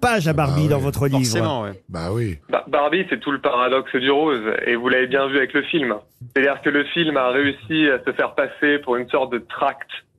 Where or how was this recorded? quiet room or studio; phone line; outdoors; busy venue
phone line